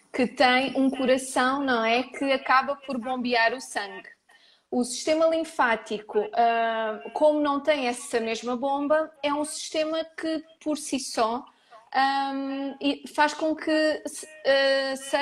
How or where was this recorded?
video call